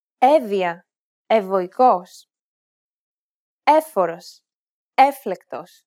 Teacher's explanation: What's important to mention here is that when the letters for the V and F sound come after this particular combination, then we don't pronounce two long V and F sounds, but just one normal V or F sound. Essentially, one of the V or F sounds is silenced.